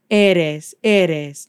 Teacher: When you have the letter R entre dos vocales, between two vowels, it sounds more like a soft D. This is not a hard D like edes, and it's definitely not no row your boat.